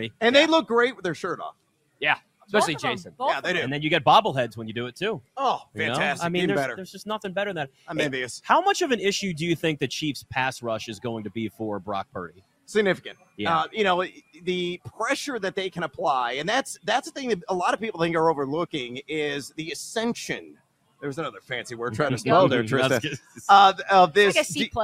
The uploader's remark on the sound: LIVE FROM LAS Vegas at Mandalay Bay!